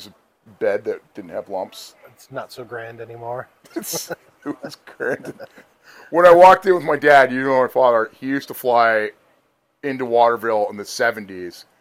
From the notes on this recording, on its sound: Live from The Pilgrimage 2023 in South Royalton, Vermont.